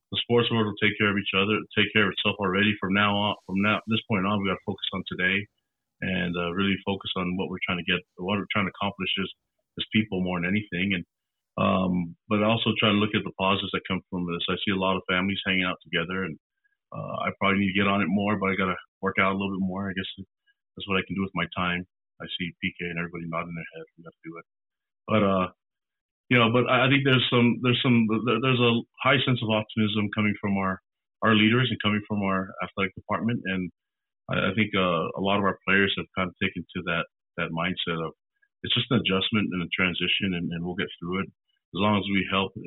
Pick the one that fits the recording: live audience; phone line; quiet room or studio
phone line